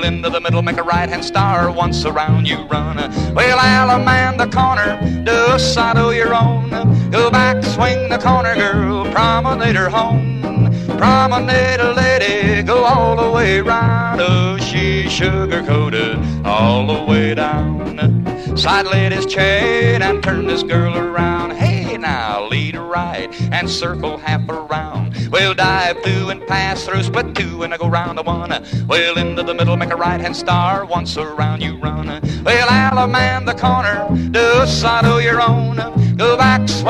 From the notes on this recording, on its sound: Here he is in a live dance recording around 1962.